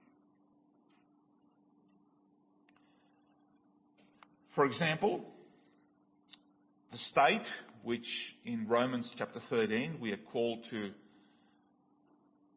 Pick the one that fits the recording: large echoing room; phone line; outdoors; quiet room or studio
large echoing room